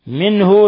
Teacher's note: نون ساكنة جاء بعدها الهاء إظهار حلقي